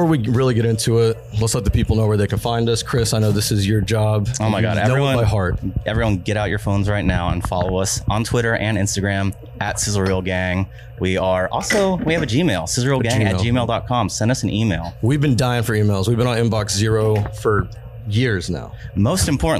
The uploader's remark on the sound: LIVE at Wandering Barman!